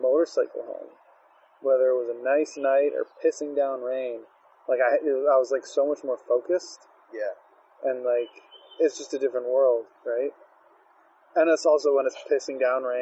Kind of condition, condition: setting, outdoors